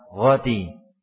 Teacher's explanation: Mereka sering mengucapkan ro ya atau huruf r dalam bahasa kita dengan menggunakan kerongkongan atas ya